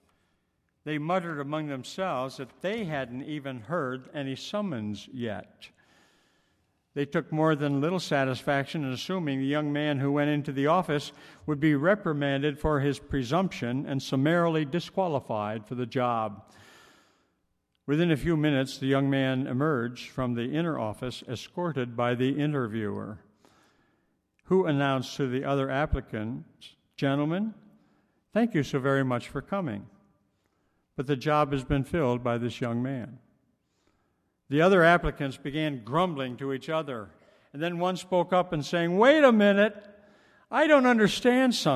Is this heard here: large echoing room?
yes